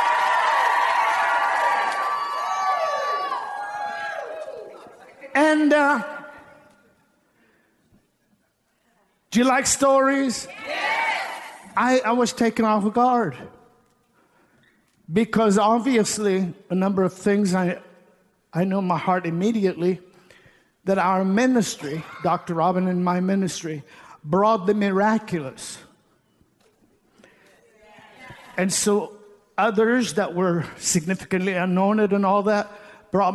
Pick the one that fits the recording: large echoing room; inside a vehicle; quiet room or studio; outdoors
large echoing room